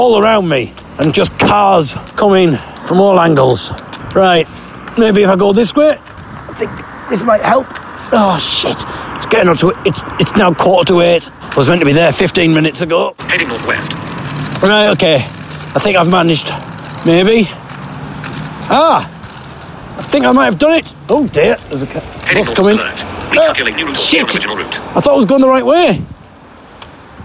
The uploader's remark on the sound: Live From A Freezing Wet Piss-filled Underpass in Northampton